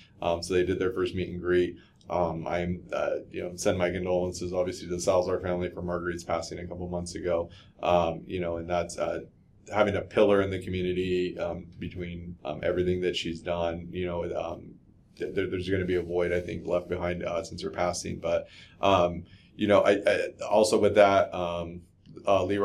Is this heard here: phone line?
no